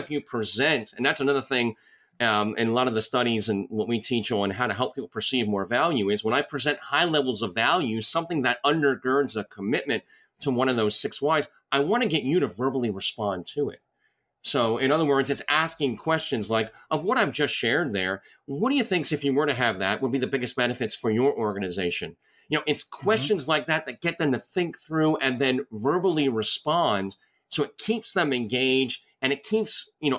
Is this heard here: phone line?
no